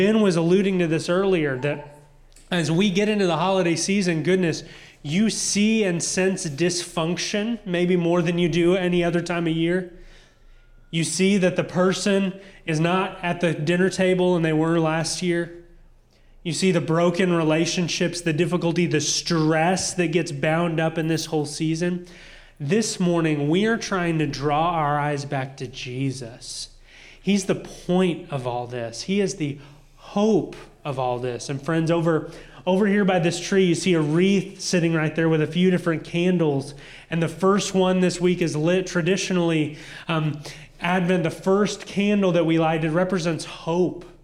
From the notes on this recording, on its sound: audio from New City Church in Champaign-Urbana, IL